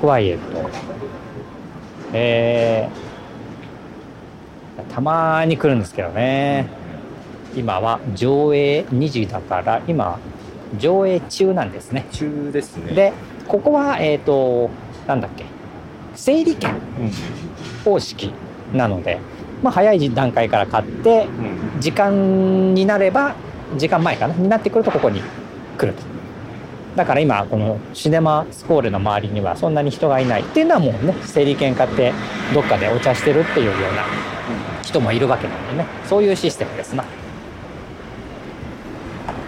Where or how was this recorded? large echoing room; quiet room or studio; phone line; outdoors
outdoors